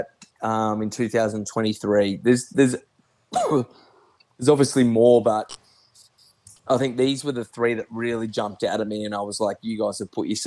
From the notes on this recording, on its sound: Apologies for a little bit of background noise in this.